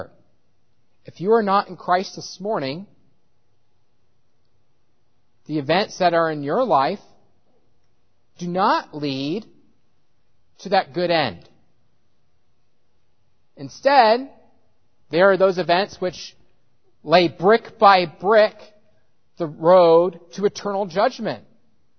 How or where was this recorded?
large echoing room